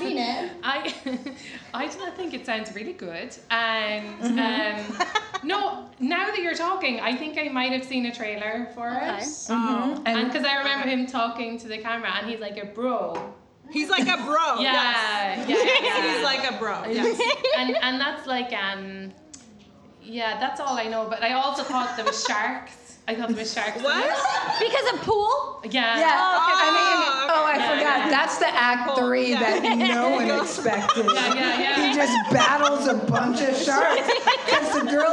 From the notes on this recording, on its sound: Recorded Live at Diverse as F*ck Fest.